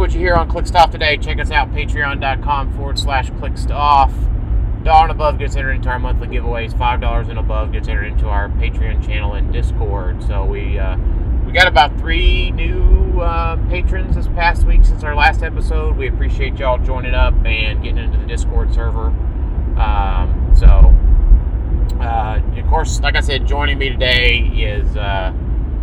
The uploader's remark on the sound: Note this EP was recorded in a moving vehicle, audio was the best we could do.